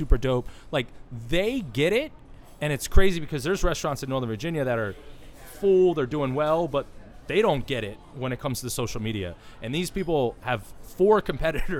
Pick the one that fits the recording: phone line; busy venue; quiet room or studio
busy venue